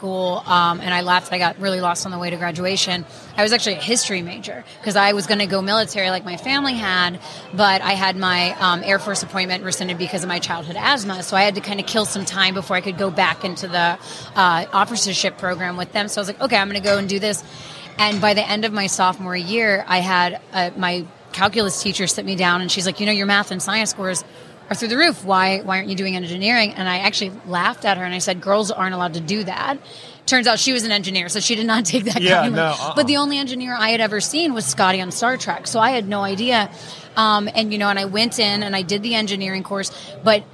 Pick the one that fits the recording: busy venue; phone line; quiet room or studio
busy venue